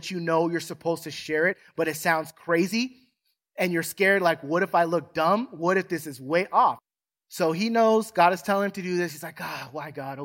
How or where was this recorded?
large echoing room